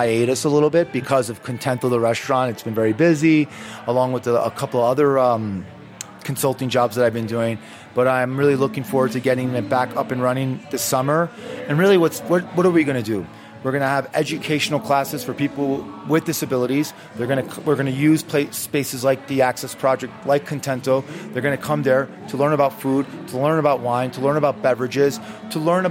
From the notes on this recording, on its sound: "On the Road" at the 2022 Food & Wine Classic in Aspen. An exclusive "HRN on Tour" show from The Classic.